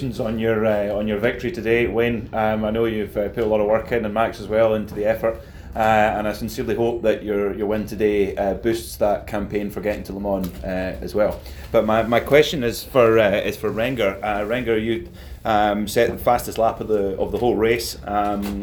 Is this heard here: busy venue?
yes